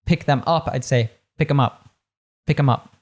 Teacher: That TH completely disappeared